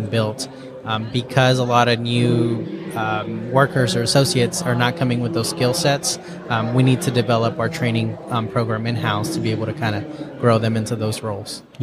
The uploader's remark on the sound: LIVE at the Business RadioX® remote at SOAHR 2023